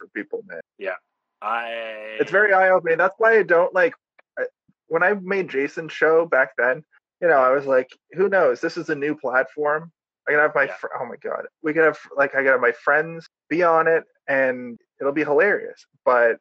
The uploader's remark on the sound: Luckily the sound has been compressed.